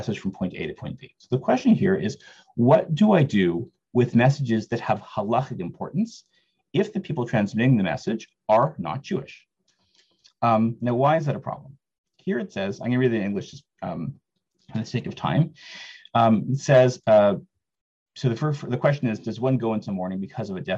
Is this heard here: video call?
yes